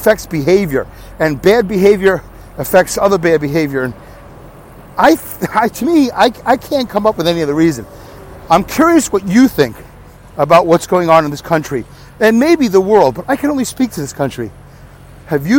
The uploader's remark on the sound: Walking and Talking. Talks while walking laps for most of the duration of the show, instead of recording during his commute.